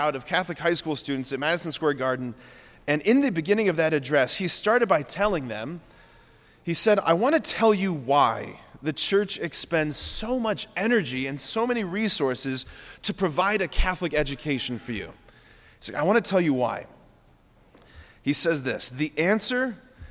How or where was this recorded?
large echoing room